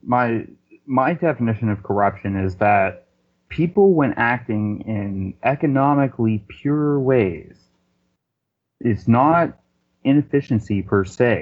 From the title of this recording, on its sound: Call In Show